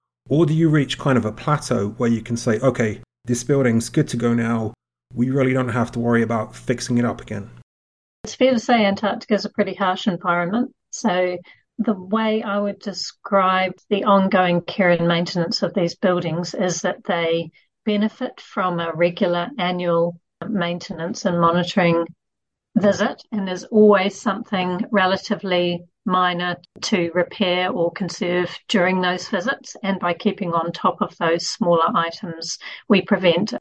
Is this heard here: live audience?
no